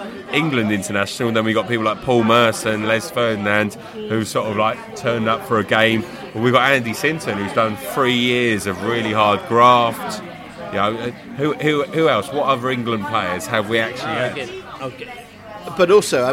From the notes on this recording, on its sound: Cardiff-City pre-match podcast from the pub.